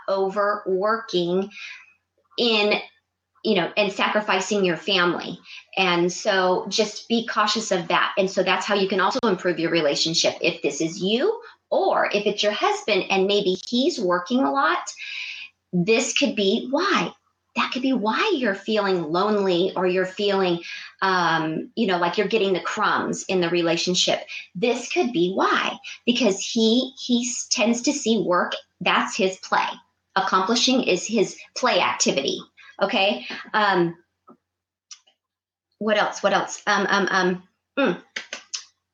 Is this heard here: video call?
yes